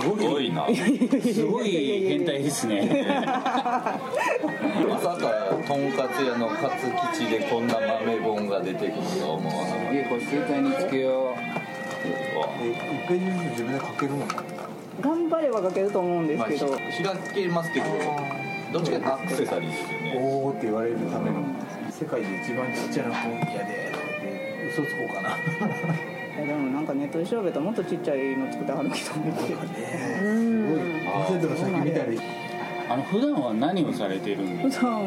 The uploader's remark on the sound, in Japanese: かつ吉でランチしながらの収録です！店内BGMなどのノイズがガッツリです。お聞き苦しいかもしれませんがご容赦下さい。